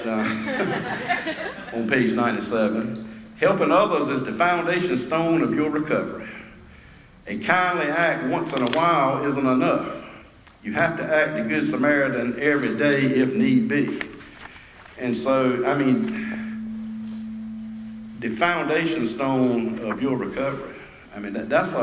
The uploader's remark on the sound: at the Spring Into Action Conference 2022 in Sanford NC